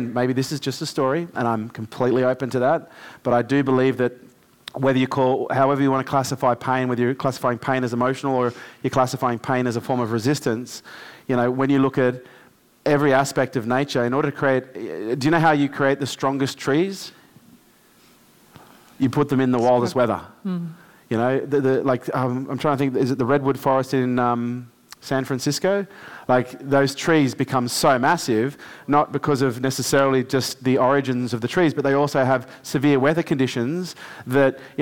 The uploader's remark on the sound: LIVE with our K2 Elite audience, this time from downtown LA